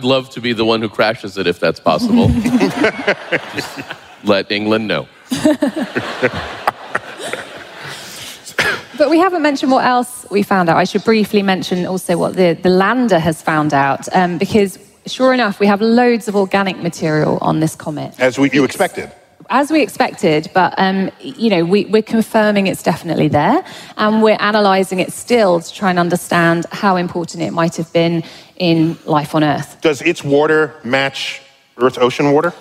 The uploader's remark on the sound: Recorded live at the Beacon Theatre in NYC.